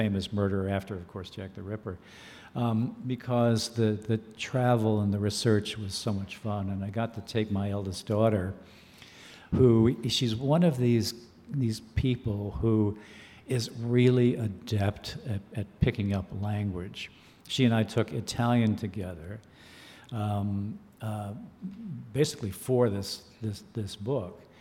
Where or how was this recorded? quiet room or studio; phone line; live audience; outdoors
live audience